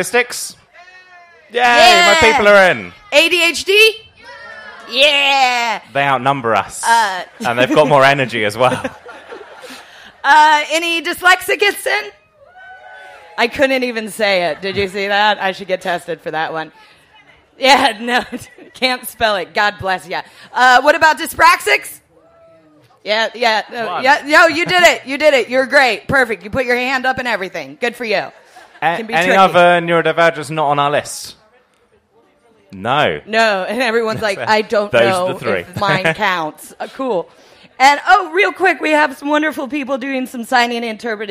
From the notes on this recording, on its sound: Live at Latitude Festival. It's a first for us - a live recording and as we were at a festival it seemed like "festivals" would be a good topic of conversation.